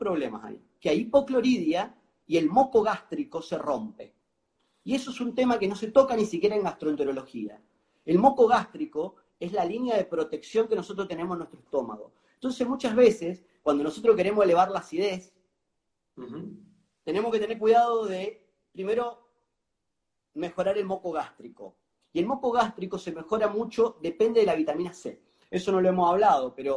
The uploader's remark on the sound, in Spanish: Audio de la charla en VIVO por Instagram